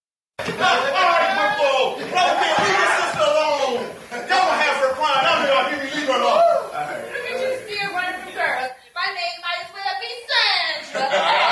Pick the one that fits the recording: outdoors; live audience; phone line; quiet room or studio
live audience